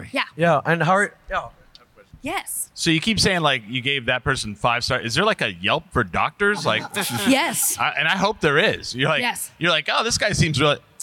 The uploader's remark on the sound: Live from Comicpalooza! LIVE from Comicpalooza 2023.